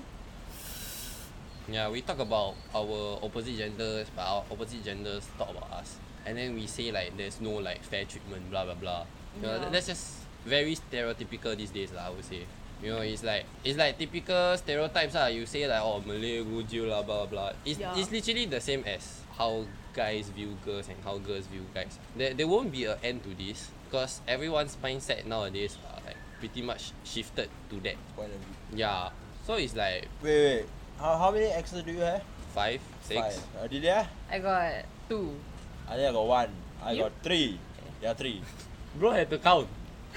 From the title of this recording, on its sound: First podcast and we are outdoors ?!